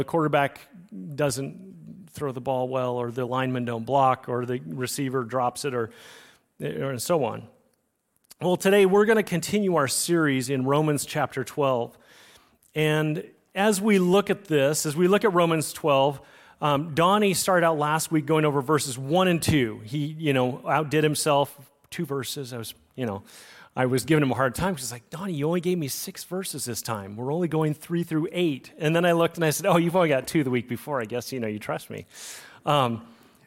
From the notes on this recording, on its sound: Recorded on Sunday, October 1, 2023, at Liferoads Church in Spokane, Washington.